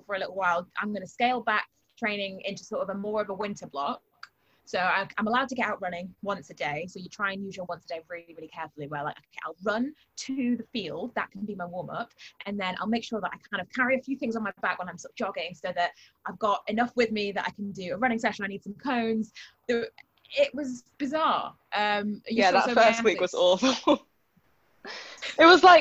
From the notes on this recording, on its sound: When we say 'in town', we mean on a Zoom call with us, for a lockdown special.